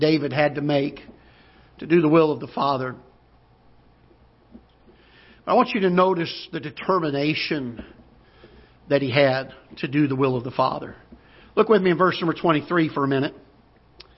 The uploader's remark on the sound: Ketha Heights Baptist Church ~ Live Broadcast